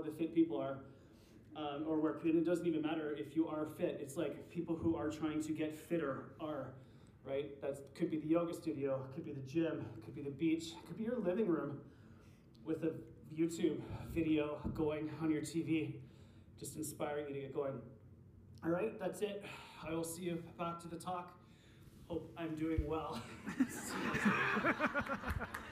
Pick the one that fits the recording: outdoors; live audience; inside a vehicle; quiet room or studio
live audience